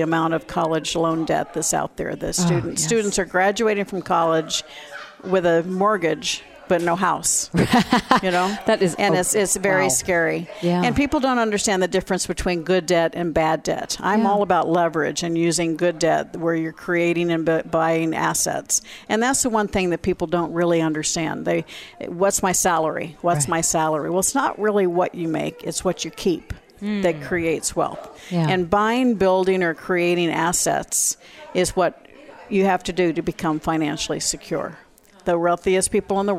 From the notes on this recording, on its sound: Broadcast Live form the Largest Women's conference in the USA! We will be live for 2 days bringing you all the event action, keynote speakers and VoiceAmerica hosts.